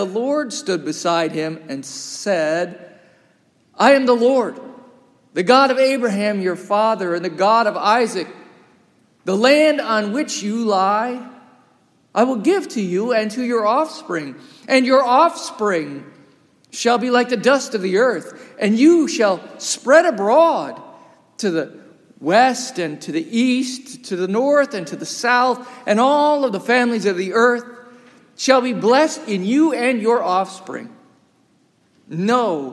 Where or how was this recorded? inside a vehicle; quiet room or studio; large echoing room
large echoing room